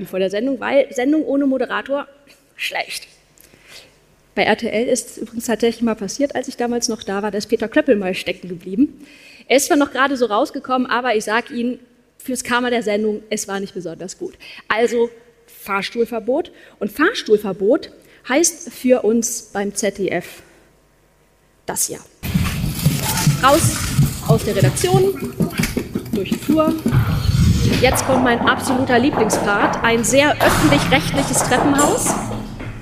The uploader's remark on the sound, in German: Als Speakerin auf der Bühne